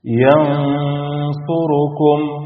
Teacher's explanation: هنا النون الساكنة جاء بعدها حرف الصاد، والصاد من حروف التفخيم، يبقى هنا محتاج وأنا بعمل الغنة إني أطلعها هي كمان مفخمة